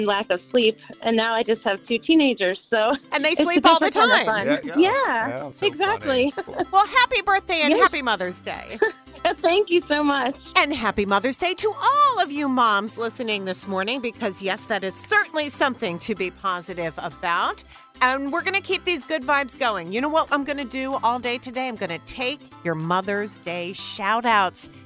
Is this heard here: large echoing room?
no